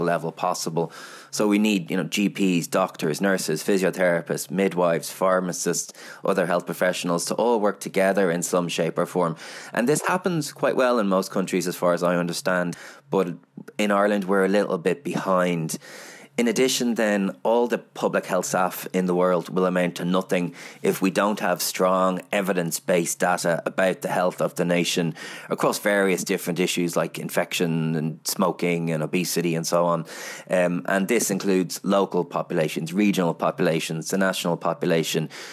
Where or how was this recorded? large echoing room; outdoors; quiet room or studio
quiet room or studio